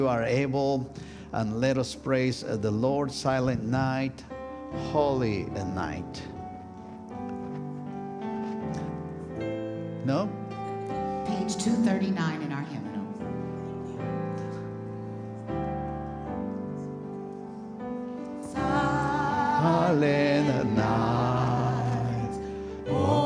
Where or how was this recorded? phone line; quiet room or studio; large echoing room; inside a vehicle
large echoing room